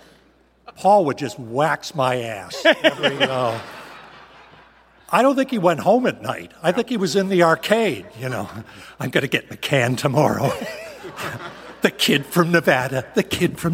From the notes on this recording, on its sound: Panel audio from WonderCon 2023. Members of the audience ask some burning questions and the panelists provide some hilarious answers.